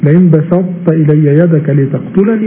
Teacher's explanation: الطاء عارية والتاء غير مشددة · Term: الناقص